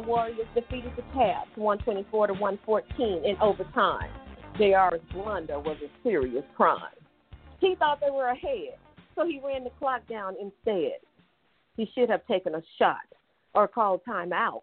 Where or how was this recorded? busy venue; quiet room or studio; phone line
phone line